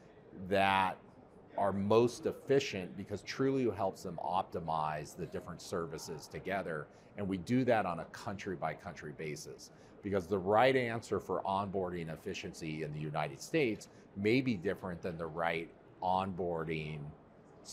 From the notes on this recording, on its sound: Finovate Europe. The first LIVE COVERED event of 2023 for Breaking Banks.